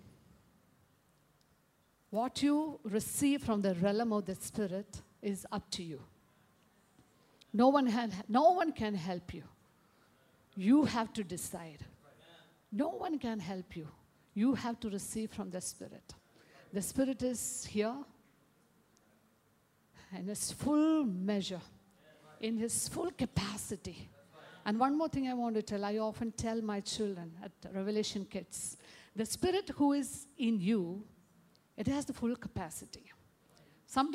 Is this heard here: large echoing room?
yes